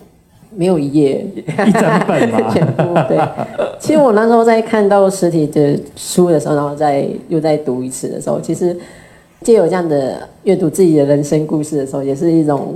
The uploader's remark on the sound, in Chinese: 本集節目取自天下文化舉辦的。台北新書分享簽書會現場錄音。